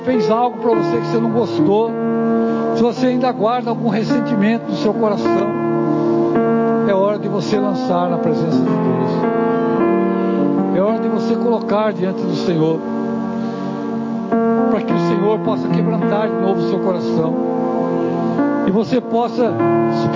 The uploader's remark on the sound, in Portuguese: Culto de Cura e Libertação.